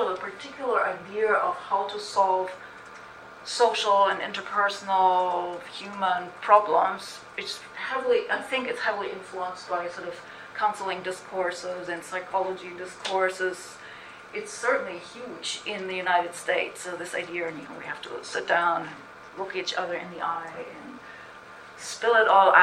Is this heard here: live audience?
yes